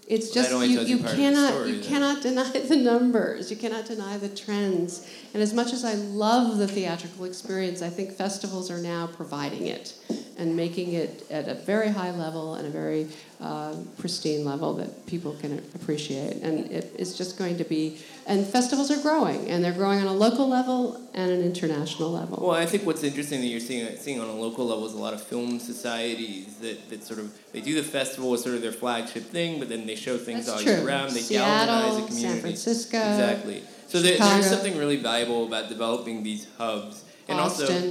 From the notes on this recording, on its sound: Live at NYFF! Record live from the 2017 New York Film Festival.